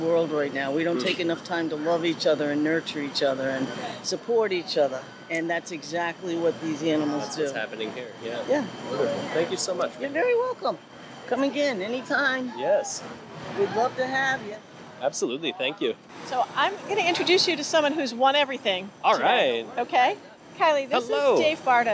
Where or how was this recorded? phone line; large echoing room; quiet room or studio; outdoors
outdoors